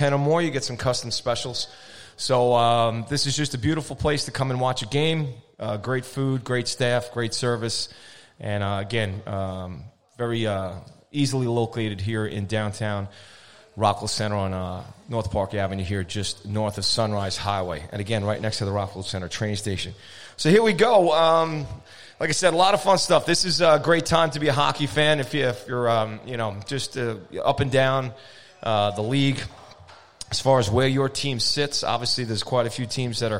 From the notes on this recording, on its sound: live from Arooga's Grill House and Sports Bar in Rockville Centre, NY